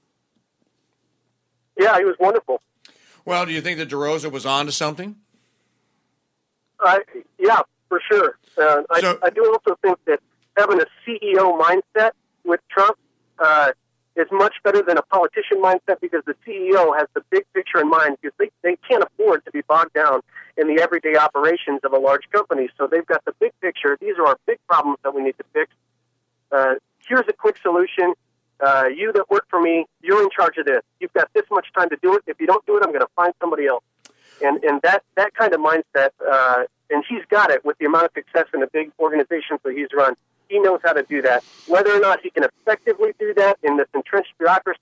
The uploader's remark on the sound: Mandeville, LA. Joins the show in studio for Wisdom Wednesday. Host of My Story Of America, phones.